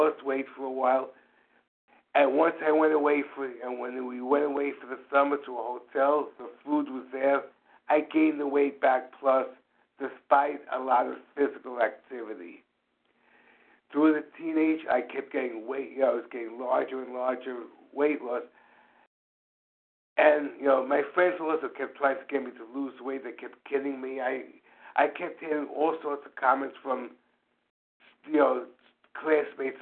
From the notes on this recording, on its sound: from the 100 Pounders Phone Meeting, 2/26/23